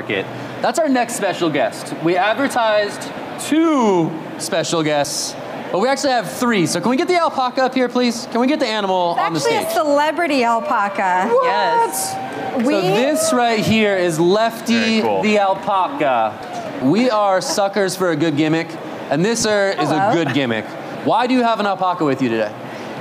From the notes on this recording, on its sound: "The Hash" is live from Consensus in Austin, Texas